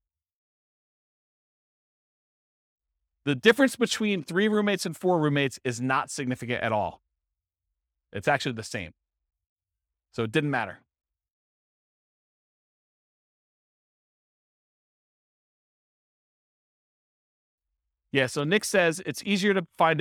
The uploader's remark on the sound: This was a live class recorded